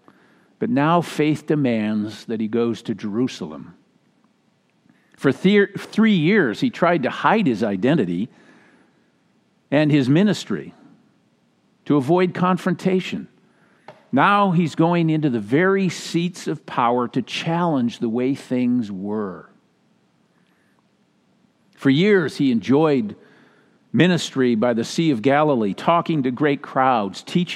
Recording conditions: large echoing room